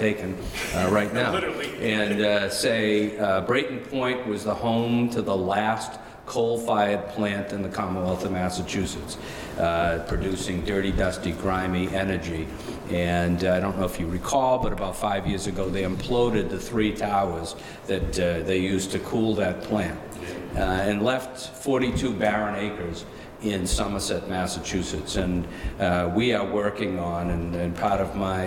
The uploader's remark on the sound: Shares the audio of the Favorite Poem Project Reading held in the Franklin Public Library on Saturday, April 29, 2023. Shares the audio of the Favorite Poem Project Reading held in the Franklin Public Library.